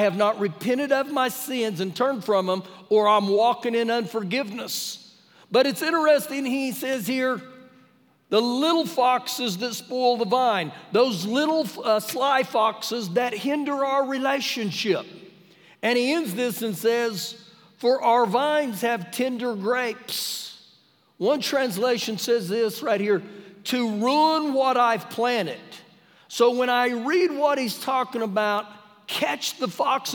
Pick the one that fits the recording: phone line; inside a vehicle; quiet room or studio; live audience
live audience